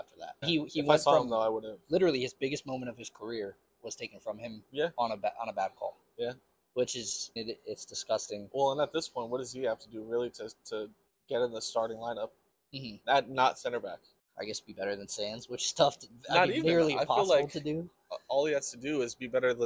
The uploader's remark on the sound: You know we had to swing by Citi Field for the inaugural Leagues Cup game! We recorded on scene at the stadium post-game.